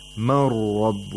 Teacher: This is idgham without nasalization. So we don't nasalize the ra.